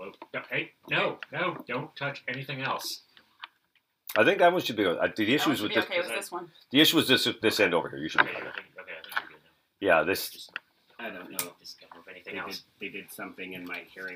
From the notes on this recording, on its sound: We were experiencing some technical difficulties, but we hope to have them all dealt with by the next episode.